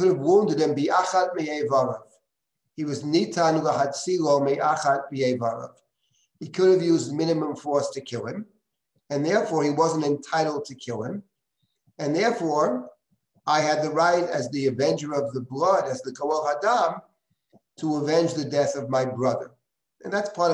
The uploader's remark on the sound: This audio was originally captured from Zoom